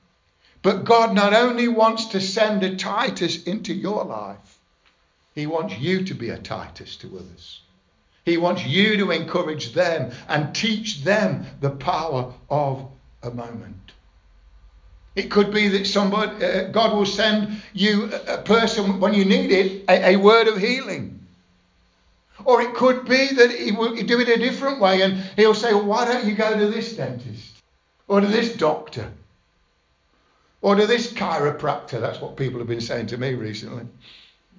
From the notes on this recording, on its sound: Estuary Elim Church Ashingdon Evening Service. Preaching on 'Live in the moment' at Estuary Elim Ashingdon.